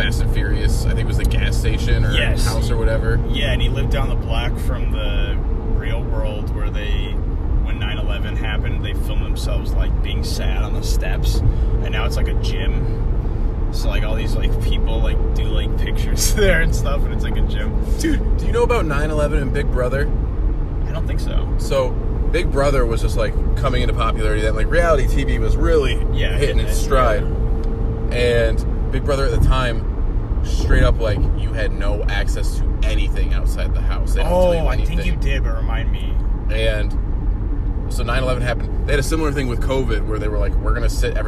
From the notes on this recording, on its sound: Travel to Idaho. With a 25 hour drive there and then back again, we decided to record our journey at some points.